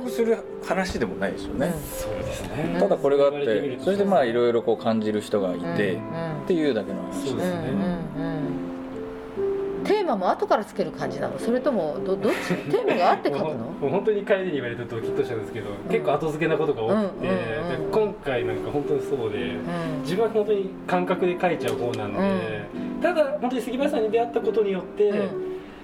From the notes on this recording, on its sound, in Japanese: 公開収録in 椿サロン銀座PARTⅡ。初のギャラリーイベントを開催しました。今回は、その開催を記念して行われた公開収録の模様をお届けします。